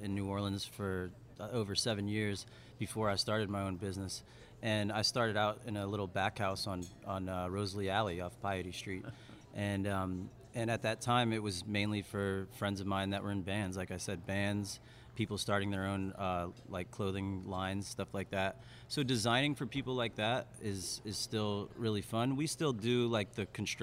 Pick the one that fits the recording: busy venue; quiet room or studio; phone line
busy venue